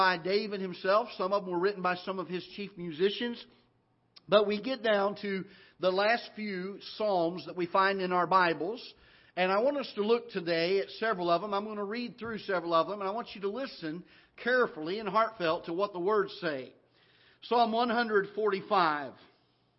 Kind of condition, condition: setting, large echoing room